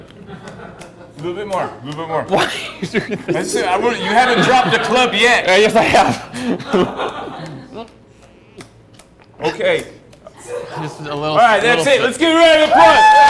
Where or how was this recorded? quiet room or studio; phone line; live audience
live audience